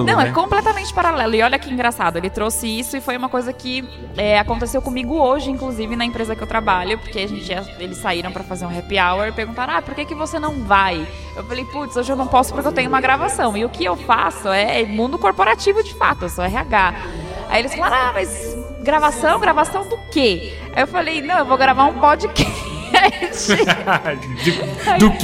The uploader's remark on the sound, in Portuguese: Ao vivo do Balde Galático